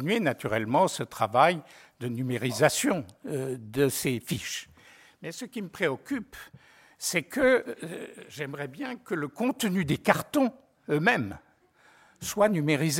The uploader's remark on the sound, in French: Enregistrée le 22 janvier 2015 dans le cadre du colloque « Patrimoines spoliés.